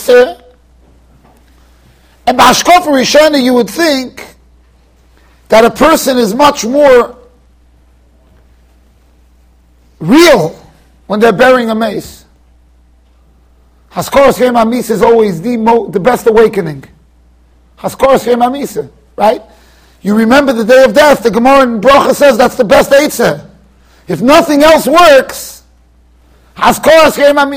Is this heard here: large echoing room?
yes